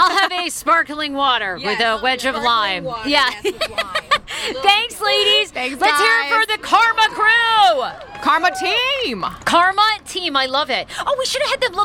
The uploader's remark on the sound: On Friday night we teamed up with our sponsor Park Potomac and did a live podcast in their courtyard!